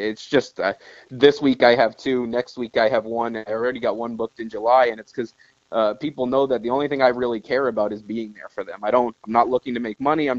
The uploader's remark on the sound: This week we get my first phone interview.